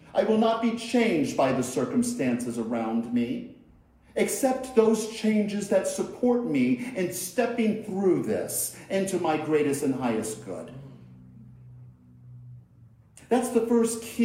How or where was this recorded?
large echoing room